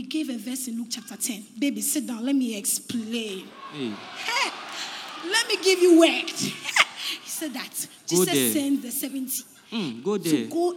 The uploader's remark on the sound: Preached At The First Love Centre, Accra